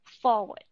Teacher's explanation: âm schwa sound nó nghe rất giống âm er nhưng mà nó không có nhấn được, không đọc rõ được, nó phải đọc rất là nhẹ và đọc lướt qua · IPA: ə